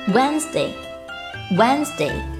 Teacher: 注意中间摩擦音 z 的发音 · IPA: [ˈwɛnzde]